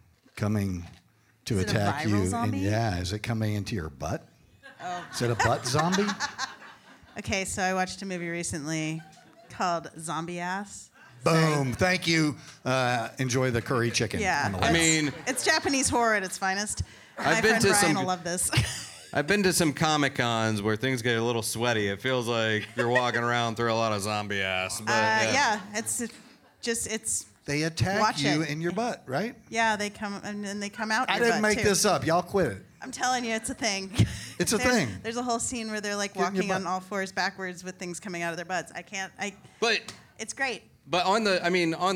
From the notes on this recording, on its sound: Talking Strange records Live at the Ethereal Horror Fest in Austin, Texas. Episode recorded in front of an audience.